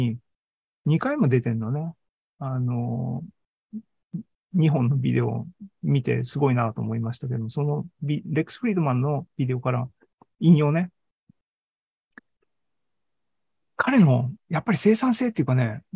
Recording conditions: video call